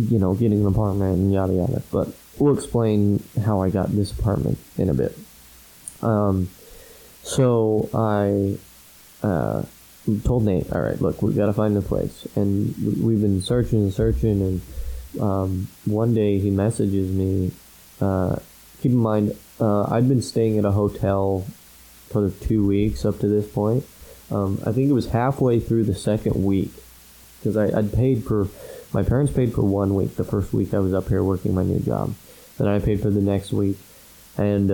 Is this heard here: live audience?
no